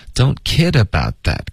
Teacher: 重音不要放在 bow 上，don't kid aboutthat， kid 才是主要的重音